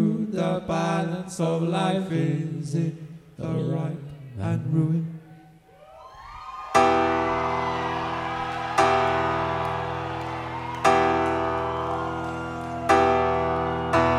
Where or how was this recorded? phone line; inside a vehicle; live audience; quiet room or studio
live audience